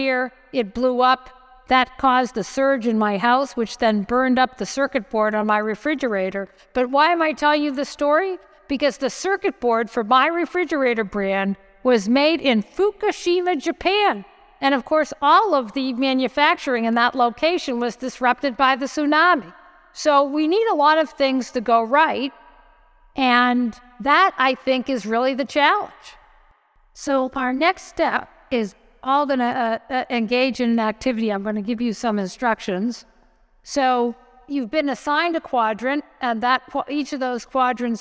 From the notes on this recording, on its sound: Live from NYU’s '2040 Now' Event. The Energy Gang was there to record live in the Kimmel Center for University Life at NYU.